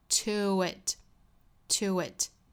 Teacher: 这里面要加一个小小的 w 来连贯两个元音